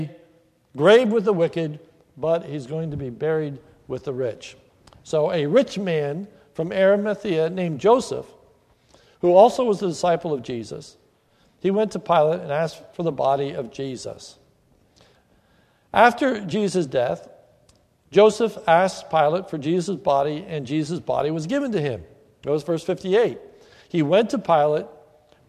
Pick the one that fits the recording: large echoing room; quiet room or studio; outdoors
large echoing room